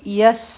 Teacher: یا او سین به یو ځای شي دا به شي یس. په سین کې د سیټي آواز دی